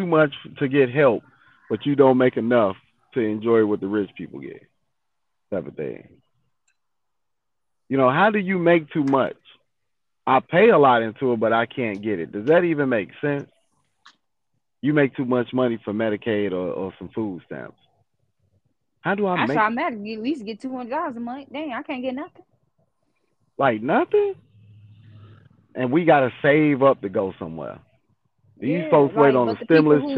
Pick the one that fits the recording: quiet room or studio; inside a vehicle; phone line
phone line